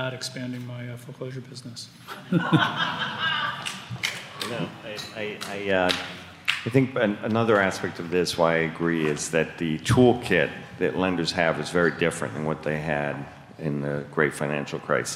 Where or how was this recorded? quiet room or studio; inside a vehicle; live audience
live audience